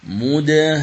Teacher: الميم التي بعد الألف مشددة، إذن فتغن بمقدار حركتين. أعيد: مدهامتان، هذا مثالها في المتوسطة. · Term: الميم المشددة